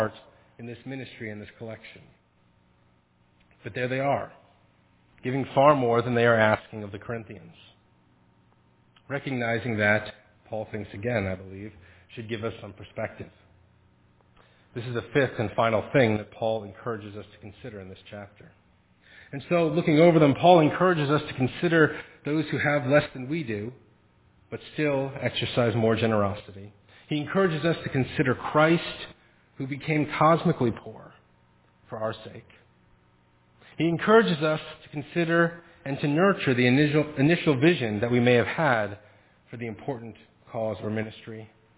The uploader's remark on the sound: Faith Presbyterian Church – Evening Service